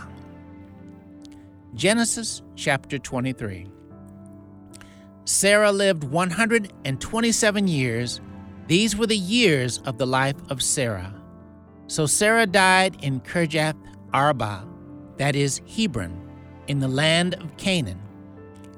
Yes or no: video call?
no